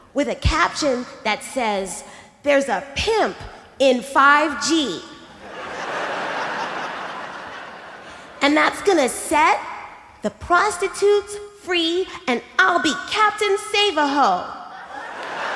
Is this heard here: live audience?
yes